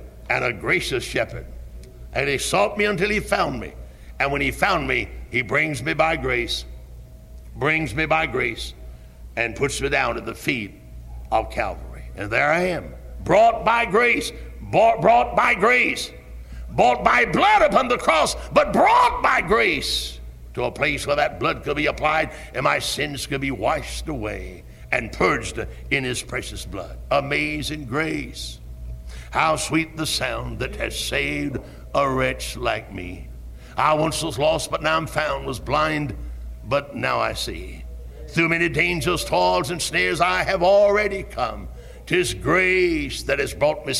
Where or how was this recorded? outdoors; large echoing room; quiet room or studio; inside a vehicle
large echoing room